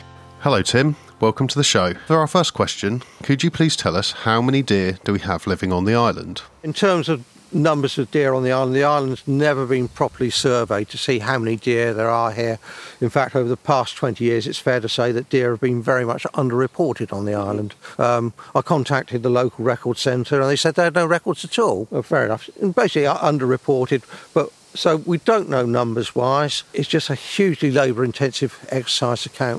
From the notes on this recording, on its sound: our Landscape listening this month was recorded on a windy night at Freshwater Bay at high tide